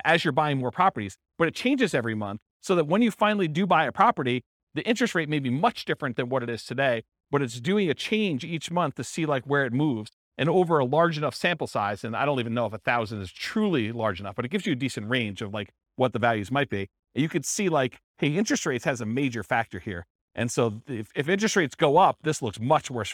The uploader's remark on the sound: This was a live class recorded.